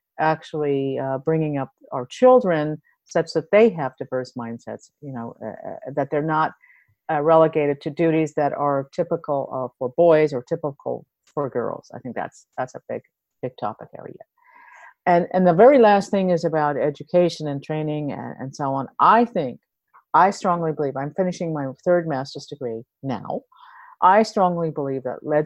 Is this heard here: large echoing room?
no